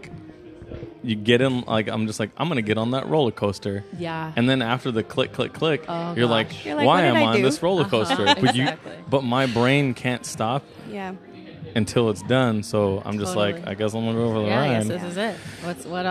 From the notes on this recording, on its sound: We recorded in a Starbucks lobby for the ambiance! The banging and clanging is intentional!